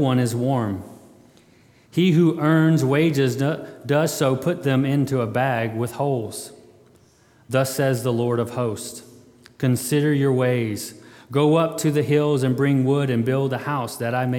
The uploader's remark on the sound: February 20, 2022 at Immanuel Baptist Church.